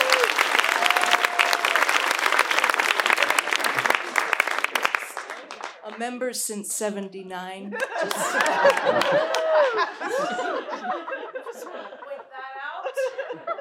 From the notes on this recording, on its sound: recorded live at Buntport Theater in December 2019